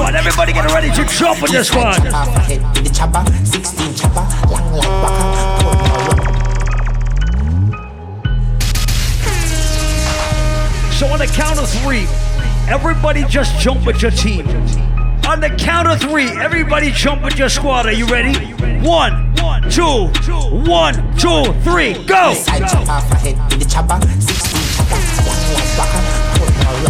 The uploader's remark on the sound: live audio recording of my set at island saturdays on sept 16th